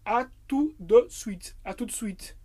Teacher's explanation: À tout, não pronunciamos o T, de, porque o E no francês tem som de E, então fica de suite.